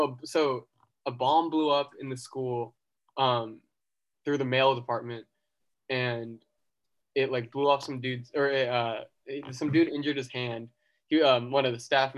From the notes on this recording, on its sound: hop on Zoom